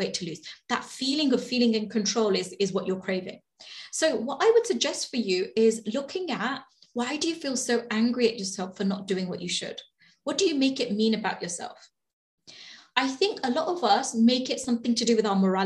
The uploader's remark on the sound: Webinar Replay. This week's podcast is the audio recording of the webinar!